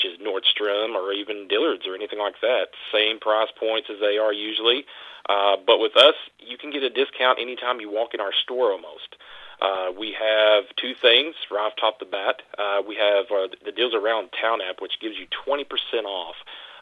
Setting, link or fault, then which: link, phone line